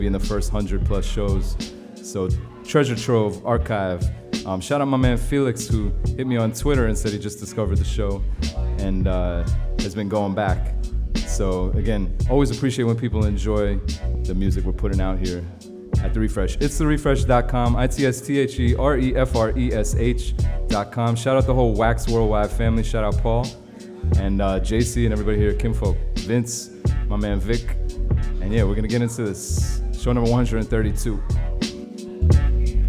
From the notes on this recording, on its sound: Originally broadcast live on May 2, 2019 from the storefront of Kinfolk 90 in Williamsburg, Brooklyn, New York City. Broadcast live on WAXX.fm.